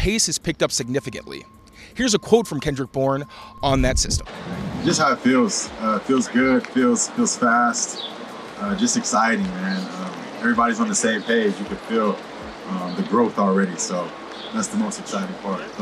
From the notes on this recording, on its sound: Reports LIVE from Patriots OTA practice to discuss his observations.